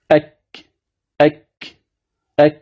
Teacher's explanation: مكان التقاء الحنك الأعلى اللحمي مع الحنك الأعلى العظمي ذاك مخرج الكاف